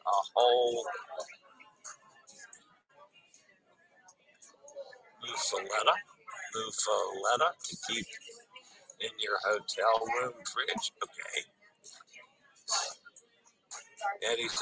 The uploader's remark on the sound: Will broadcast LIVE from a Sea Day onboard Holland America's Nieuw Statendam. The ship is enroute from Half Moon Cay, in the Bahamas to Ocho Rios, Jamaica.